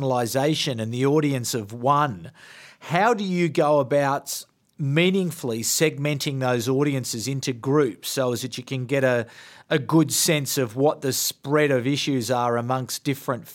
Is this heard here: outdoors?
no